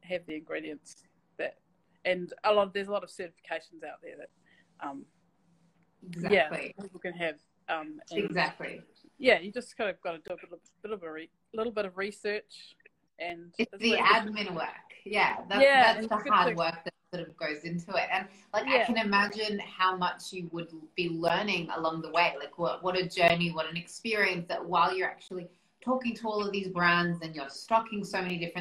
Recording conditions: video call